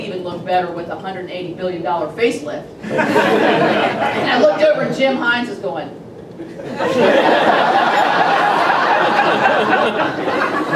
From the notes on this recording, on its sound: WASHINGTON, D.C. Two members of the House Financial Services Committee appeared before a breakfast meeting of The Ripon Society.